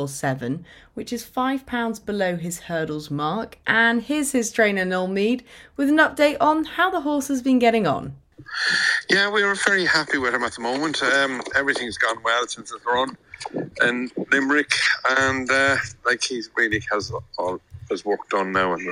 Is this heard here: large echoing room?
no